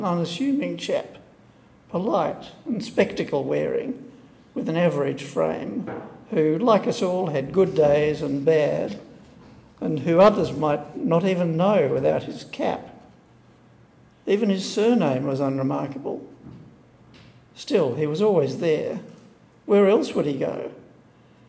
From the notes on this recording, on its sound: Campion College and its Centre for the Study of the Western Tradition (CSWT) had the pleasure of hosting the book launch. An audio recording of the launch.